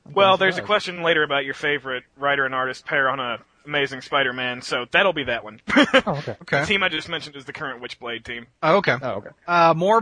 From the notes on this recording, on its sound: We wrap up our second hour of our live caller edition.